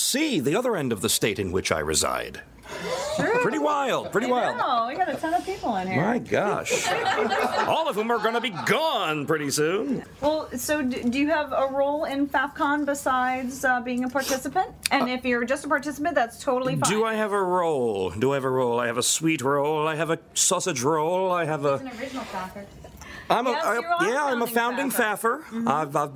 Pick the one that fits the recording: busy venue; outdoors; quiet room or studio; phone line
busy venue